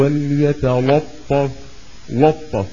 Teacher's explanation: إذا ما انتبه الإنسان ممكن يقول وليتلطف لطف، يفخم اللام الثانية. ليه؟ لمجاورتها للطاء المطبقة المثالية. أما اللام الأولى ما أظن حدا يفخمها.